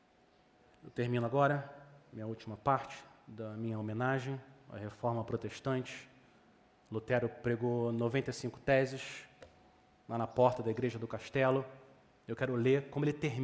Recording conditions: large echoing room